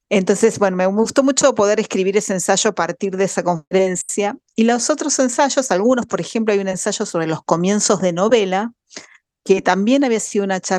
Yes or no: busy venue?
no